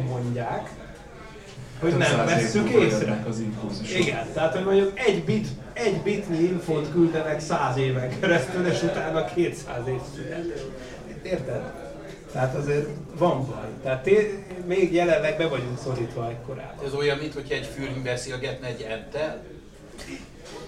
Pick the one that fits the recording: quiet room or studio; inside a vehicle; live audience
live audience